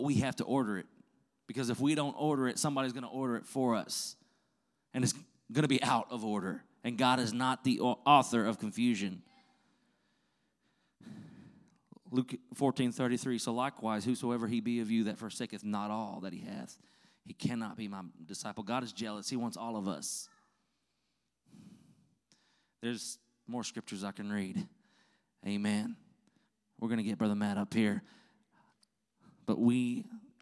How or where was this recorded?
large echoing room